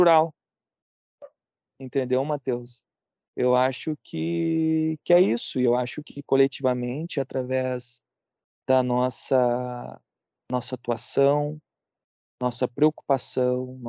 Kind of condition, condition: link, video call